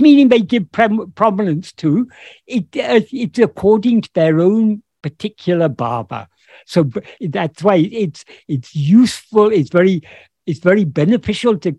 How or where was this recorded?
video call